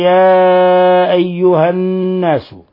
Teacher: يا أيها مد منفصل، انفصال حرف المد عن الهمزة فيمد من 4 إلى 5 حركات